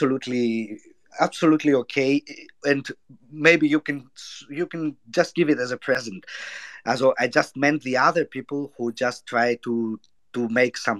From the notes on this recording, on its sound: This episode is the recording of a Twitter space